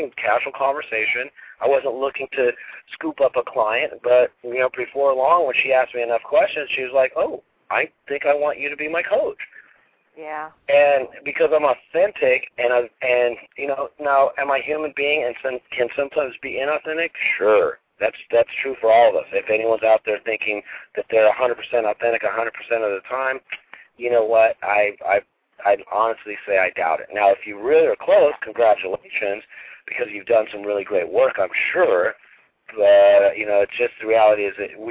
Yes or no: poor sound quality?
no